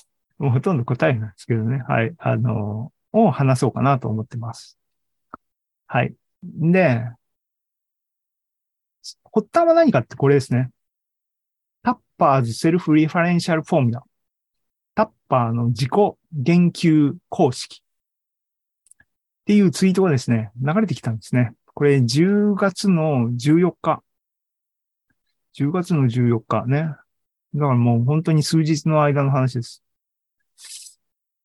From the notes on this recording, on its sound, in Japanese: ２０２２年１０月２６日に開催した ZOOMライブの模様です